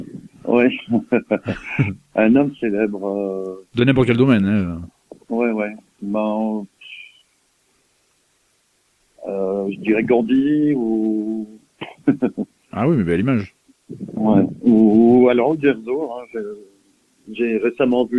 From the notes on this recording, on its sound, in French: reçoit par téléphone